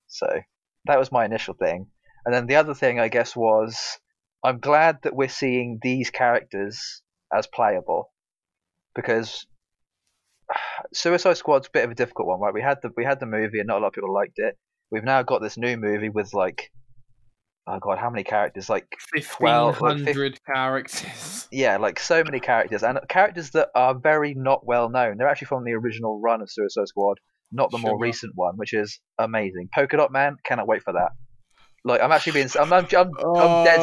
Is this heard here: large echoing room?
no